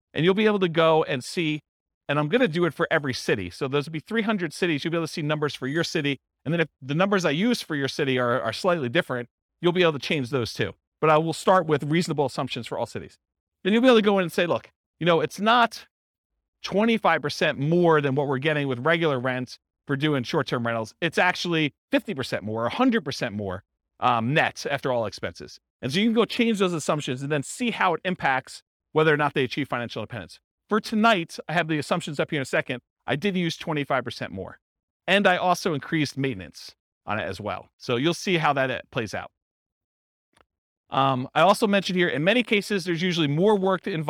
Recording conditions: live audience